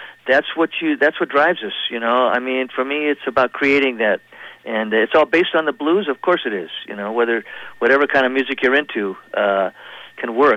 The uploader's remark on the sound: Chats on the phone. On the eve of The Redwood Mountain Faire weekend.